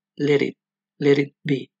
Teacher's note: en la primera T se puede encontrar este sonido que es igual a la R de para. · Term: flap